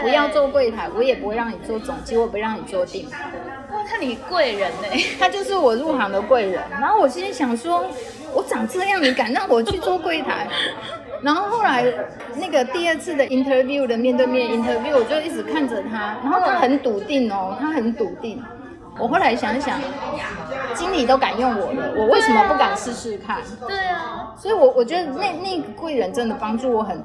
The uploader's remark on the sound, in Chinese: 本集錄音現場環境較為吵雜，但內容精彩難以割捨，因此已盡量作最大降噪的處理